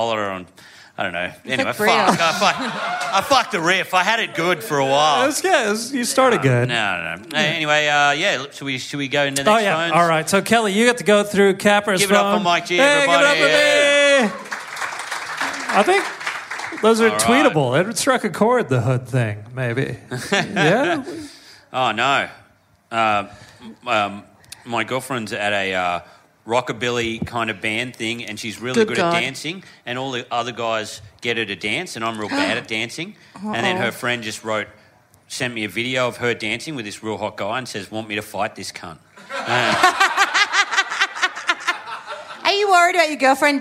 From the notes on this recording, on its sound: Live in Perth! A killer live episode.